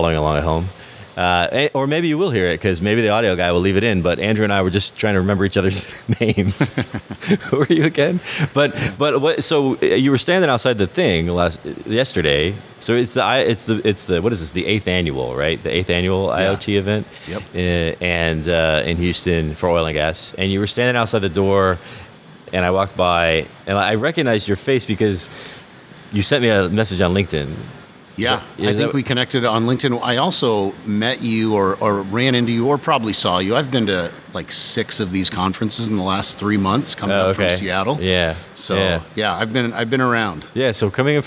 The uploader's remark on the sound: Is on location at the 8th annual IoT conference. Hanging out in the bar.